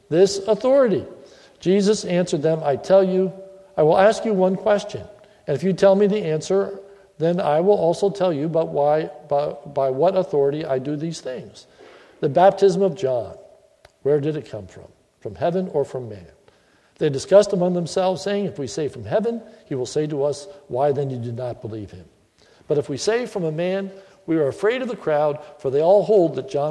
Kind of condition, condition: setting, large echoing room